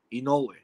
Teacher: and the accent goes on the no, Inoue.